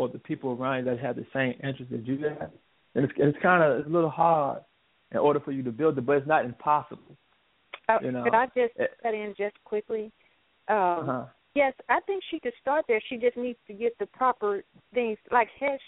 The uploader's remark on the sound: Featured guests and call ins from A-List Enterprises and Jente' Enterprises.